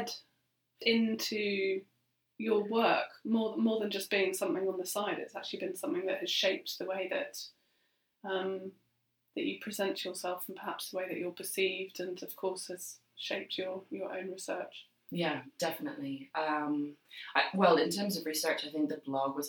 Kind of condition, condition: fault, poor sound quality